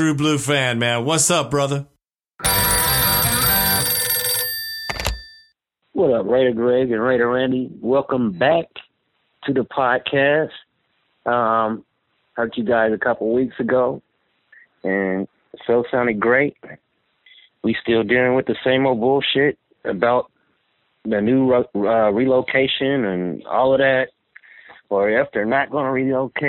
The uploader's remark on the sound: Raider Nation “Boneline” Call-in Segment.